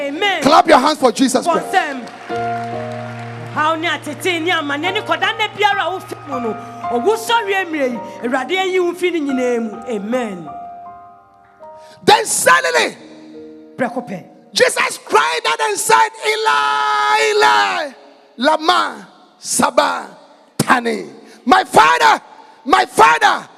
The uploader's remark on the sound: Preached at the Jesus Encounter Service